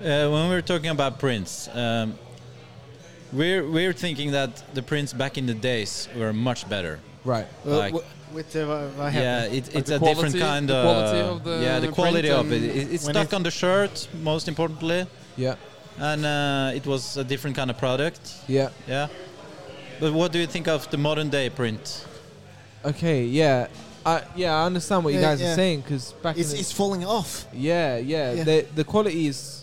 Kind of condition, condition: setting, busy venue